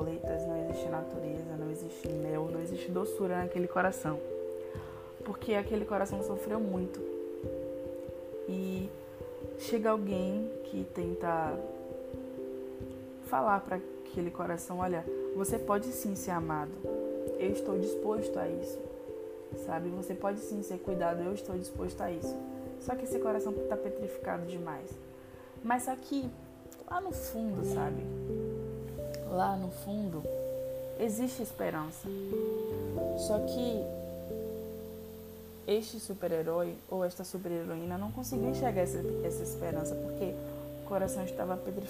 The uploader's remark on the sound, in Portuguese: perdoem os barulhos externos.